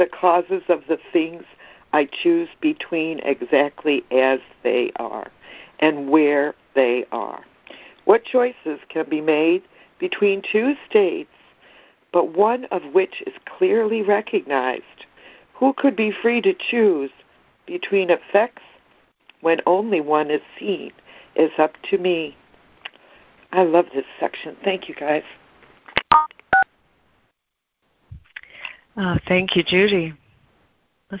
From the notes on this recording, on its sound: ACIM Daily Conference Call.